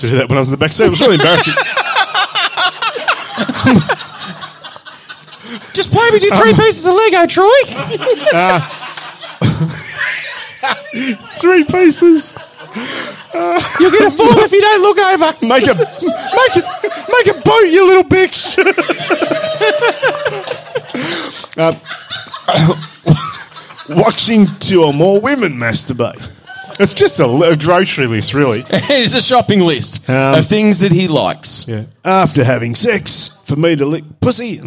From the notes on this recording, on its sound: Part 2 of the live show.